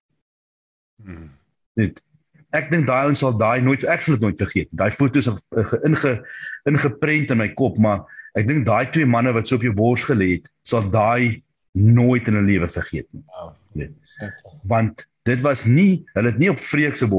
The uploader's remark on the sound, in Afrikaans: Manne van die Woord Zoom Byeenkoms